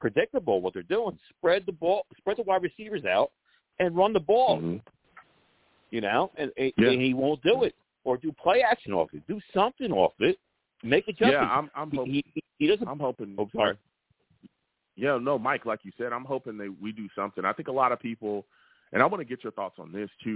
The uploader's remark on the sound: I take live callers!